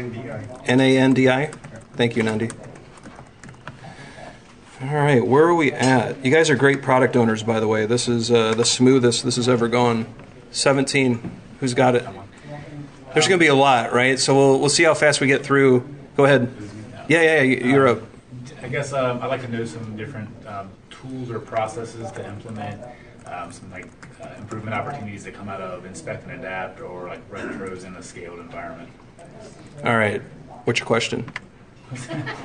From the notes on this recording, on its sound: Presented at the Path to Agility Conference 2017. This weeks episode is a recording of the Advanced Scrum session. Presented at the Path to Agility Conference 2017.